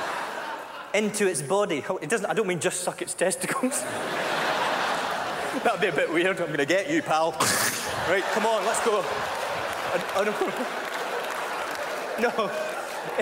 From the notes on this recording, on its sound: This Scottish-Indian comedian is massively popular with the JFL crowd! Performs at the 2007 Just for Laughs Festival in Montreal.